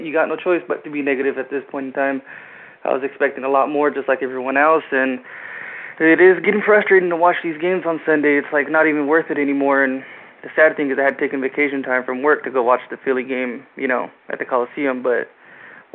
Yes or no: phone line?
yes